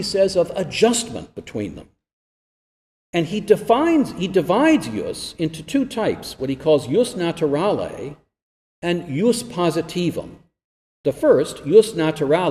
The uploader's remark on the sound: This lecture was given at Florida State University on January 27, 2023.